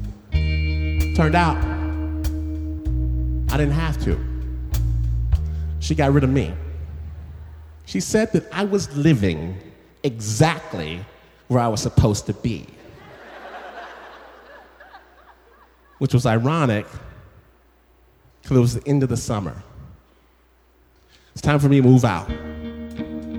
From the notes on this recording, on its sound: This story was performed at Snap LIVE in Los Angeles and was presented by KPCC.